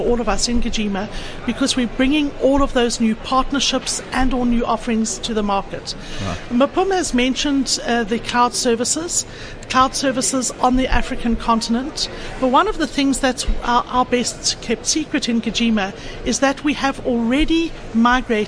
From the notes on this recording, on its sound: at the Gartner Symposium ITxpo 2015